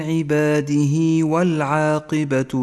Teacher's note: هاء الضمير في كلمة عباده، جاء قبلها حرف متحرك هو الدال، وبعدها غير الهمزة وهو هنا حرف الواو. نمد الصلة حركتين · Term: مد الصلة الصغرى